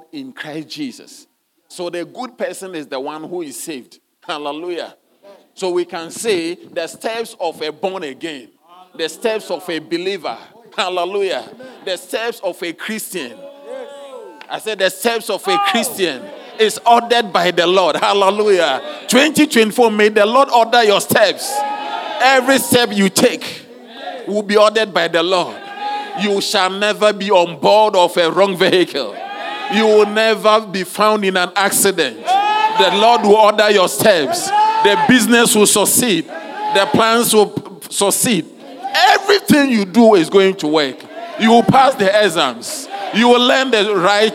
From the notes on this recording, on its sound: Sermon delivered on Sunday, December 31, 2023, at Strong Christian Church in Cape Town, South Africa.